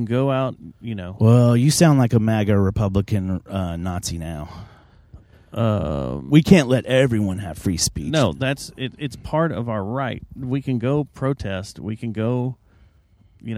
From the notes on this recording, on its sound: It’s one of those rare Tuesdays where a big show comes into town and we do the podcast while driving down the freeway.